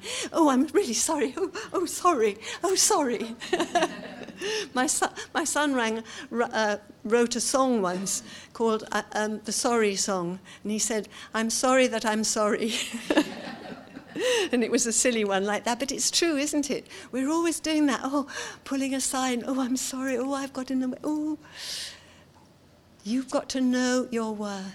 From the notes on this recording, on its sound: seminar from the 2018 Authentic conference